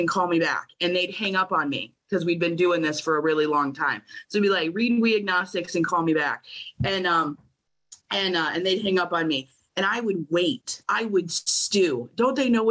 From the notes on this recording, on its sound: at the Magical Mystery Tour zoom meeting held in October of 2022.